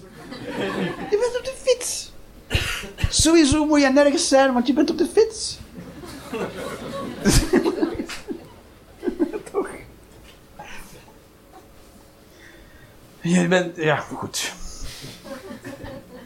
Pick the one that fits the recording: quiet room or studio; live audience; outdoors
live audience